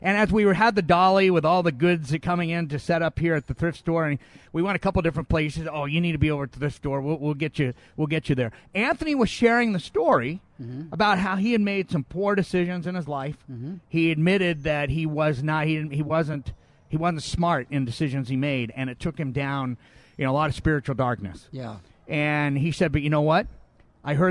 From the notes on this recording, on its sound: Live From Long Beach Rescue Mission.